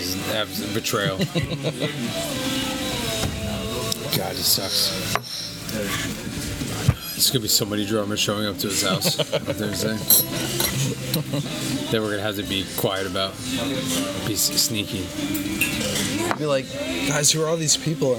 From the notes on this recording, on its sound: Join us this week for another special post-gig podcast recorded at Denny's.